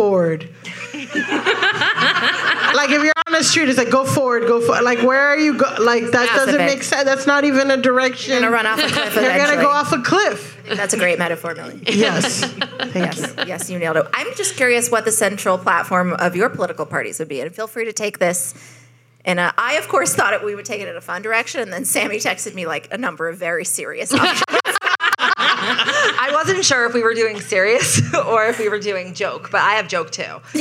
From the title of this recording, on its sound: The Betches Sup Live!